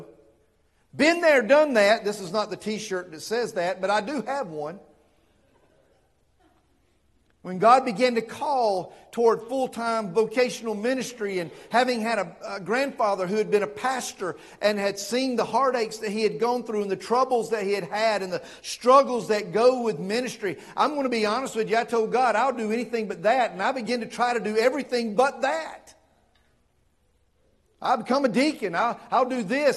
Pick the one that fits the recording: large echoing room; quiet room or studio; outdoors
large echoing room